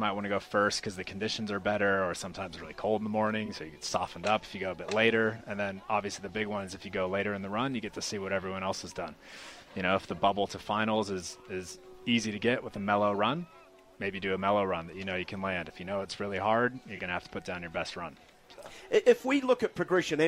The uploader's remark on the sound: Was at the Winter Games broadcasting live from Cardrona.